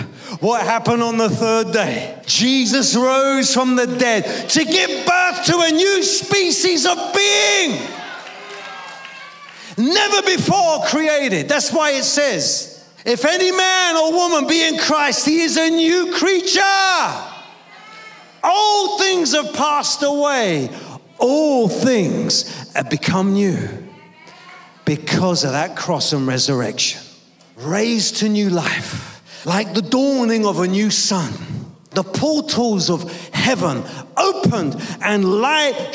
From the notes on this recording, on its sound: preaching at a Church in Thailand